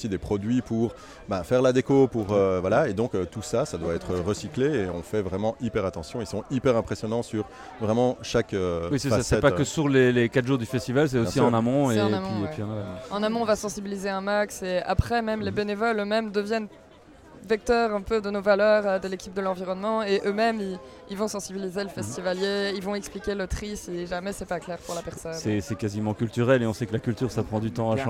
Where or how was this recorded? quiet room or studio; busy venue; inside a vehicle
busy venue